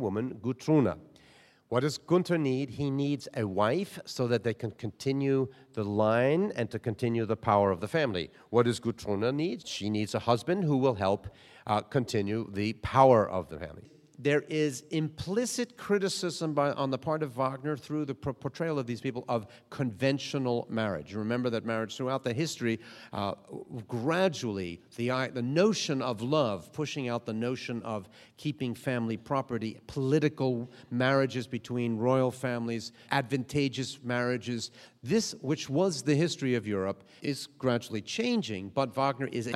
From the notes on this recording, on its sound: during LA Opera’s pre-performance lecture in June 2010